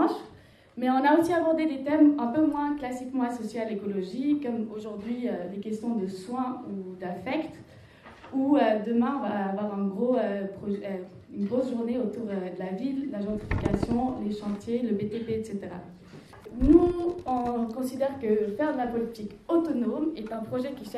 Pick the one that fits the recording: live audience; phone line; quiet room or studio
live audience